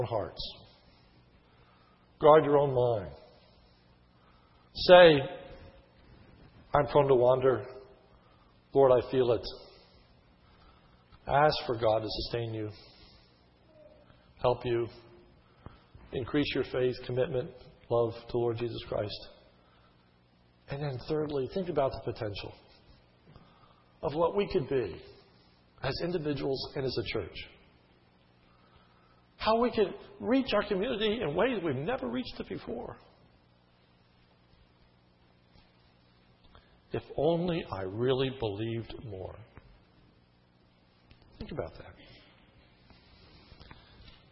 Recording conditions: large echoing room